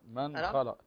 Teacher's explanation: الإظهار هنا نون ساكن وبعد الخاء